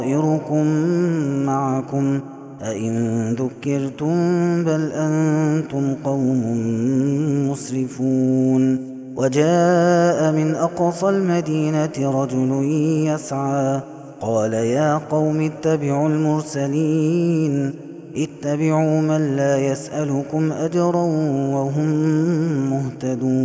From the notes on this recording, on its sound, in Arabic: هذا التسجيل من صلاة التراويح